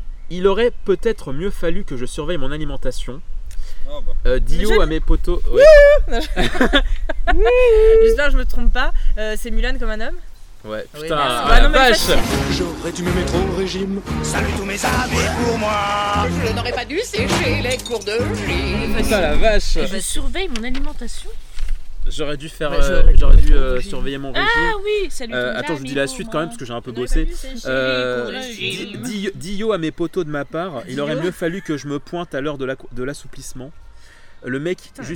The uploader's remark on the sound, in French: (ASMR Jardin). L'équipe s'excuse pour les bruitages de vents mais se félicite également pour cet ASMR Jardin qu'elle vous offre.